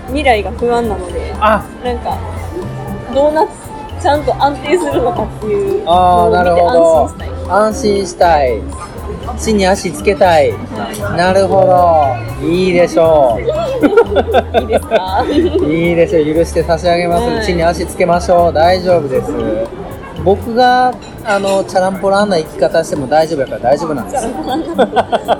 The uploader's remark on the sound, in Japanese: 始まって以来初の対面収録でお送りいたします！多少環境音が入っていますので、そこはご容赦くださいませ。